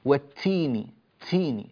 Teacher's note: التاءات عندك بارك الله فيك الهواء فيها زائد عن الحاجة